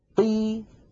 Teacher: لما نقول قي لا نلاحظ فيها وهي مكسورة تلك القوة التي لاحظناها في ضي أو في طي أو في ظي